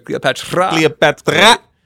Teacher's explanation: Cleopatra with a rolled R. Cleopatra.